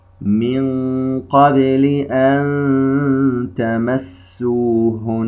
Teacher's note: نون ساكنة بعدها حرف التاء إخفاء، وهو من أعلى المراتب لقرب مخرج التاء من مخرج النون الساكنة، فهنا الإخفاء يكون في مراتبه العليا حتى لا تختلط النون الساكنة بالتاء.